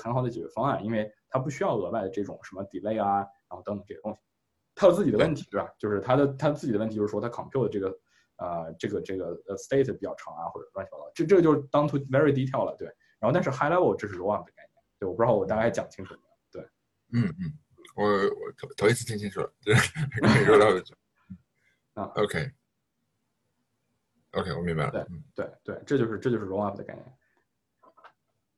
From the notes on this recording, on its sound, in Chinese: 在zoom上远程聊了一次